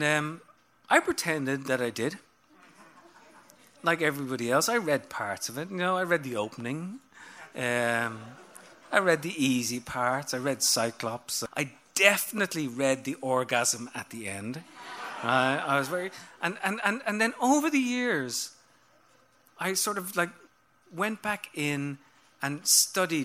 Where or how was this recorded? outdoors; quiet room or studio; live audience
live audience